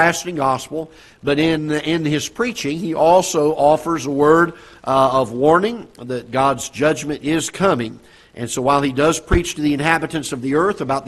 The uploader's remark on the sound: Ketha Heights Baptist Church ~ Live Broadcast